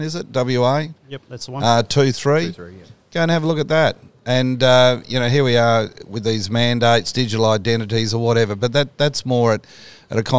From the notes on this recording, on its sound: On Thursday 5 May 2022 we live cast from the Moore & Moore cafe in Fremantle Western Australia